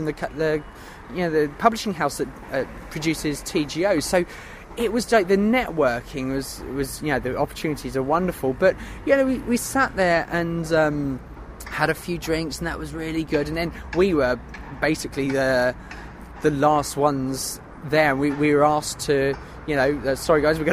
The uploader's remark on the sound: I’m on location, in my hammock